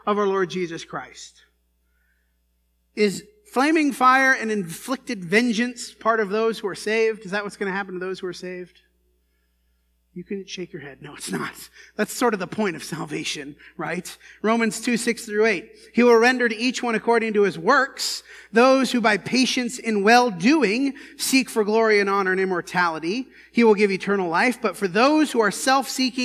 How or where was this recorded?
large echoing room